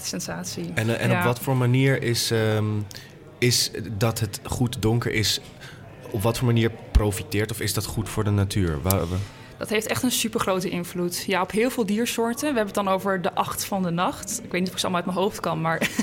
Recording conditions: busy venue